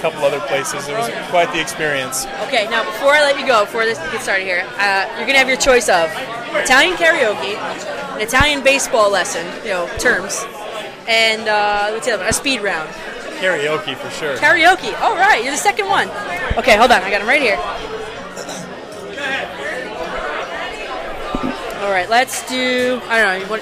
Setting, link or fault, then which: setting, busy venue